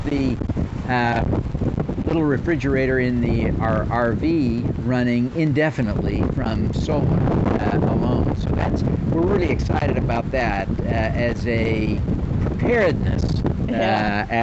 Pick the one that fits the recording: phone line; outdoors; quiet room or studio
outdoors